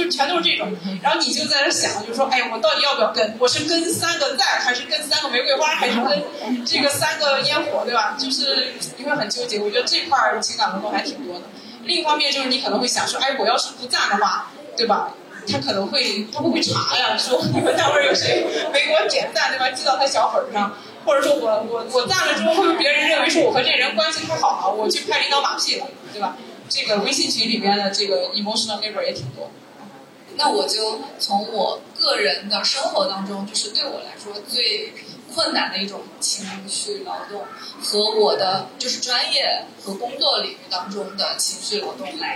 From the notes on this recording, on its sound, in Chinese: 现场观众写的纸条